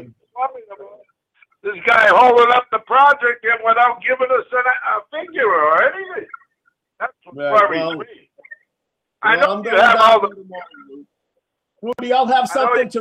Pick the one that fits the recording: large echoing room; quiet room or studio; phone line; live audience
phone line